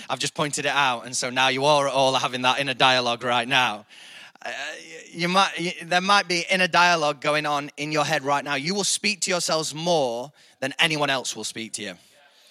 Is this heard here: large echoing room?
yes